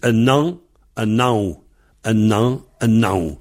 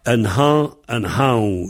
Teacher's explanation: Ceux qui ne prononcent pas le H, ils disent un nan, un now · Shown in: first take